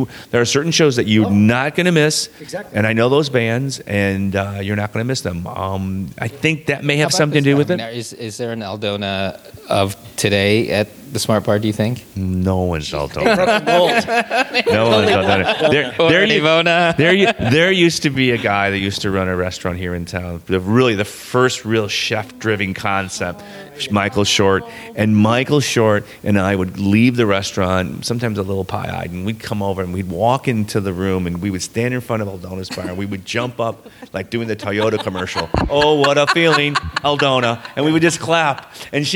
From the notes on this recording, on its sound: Live from the Metro Smart Bar in Chicago where I worked in the 80s.